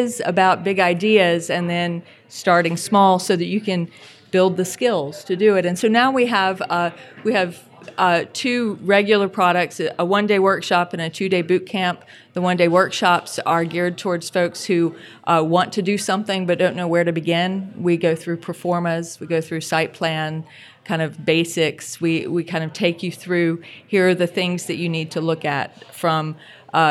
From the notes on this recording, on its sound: Recorded in front of a smaller-than-usual crowd (it turns out that’s what happens when you’re competing with Jan Gehl ).